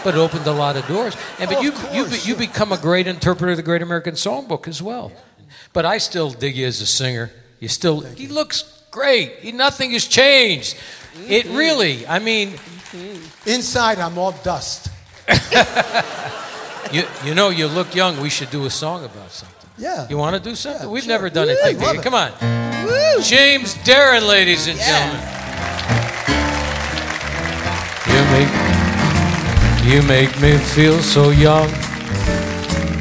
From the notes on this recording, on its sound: Live at the SouthPoint Casino